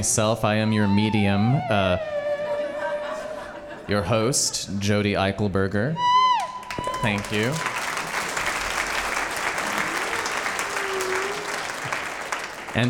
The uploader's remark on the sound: With true stories on a perceptive theme, told live on stage and without notes.